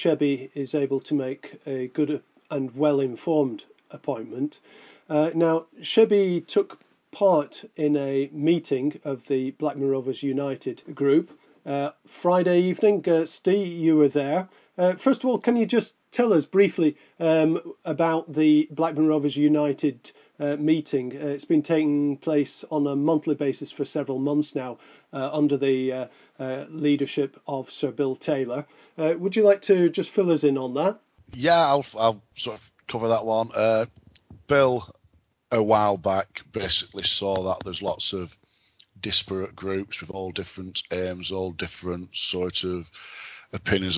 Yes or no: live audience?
no